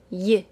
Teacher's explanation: The Y sound is created by lifting the middle of our tongue so that it almost touches the roof of our mouth, then voicing the sound, Y.